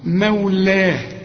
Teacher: نلاحظ إن إحنا بنمد اللام ألف كاملة لأنها مرسومة عليها ألف